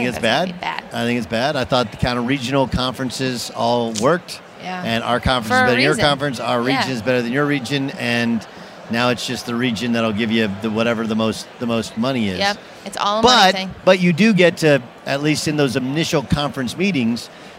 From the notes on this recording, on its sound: live on Radio Row in Las Vegas ahead of the Super Bowl!